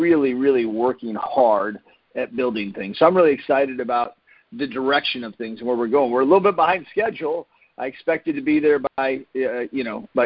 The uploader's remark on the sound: Team Freedom conference call on 5/10/19.